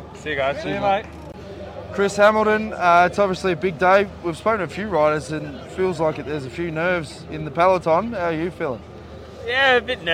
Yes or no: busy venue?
yes